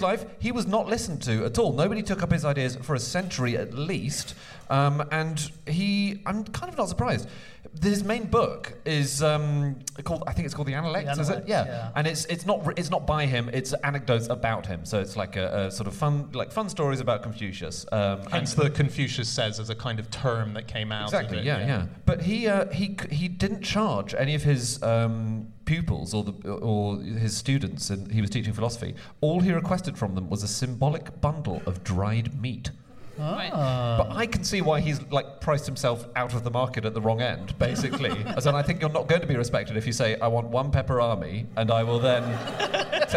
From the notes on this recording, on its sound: Live from the London Podcast Festival